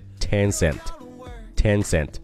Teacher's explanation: ten 是一个 n 的音，cent 也是一个 n 的音，嘴巴要稍微的张大一些